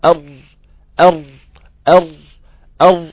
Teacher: نعم، قلت لك لو انت قفلت او احكمت عدم تكرير حرف الراء بالكلية، انك انت وقفت لسانك وثبت لسانك خالص وانت بتنطق حرف الراء، ده هيؤدي الى حصر الصوت، الصوت هيحصل له حالة انحصار بين رأس اللسان واللثة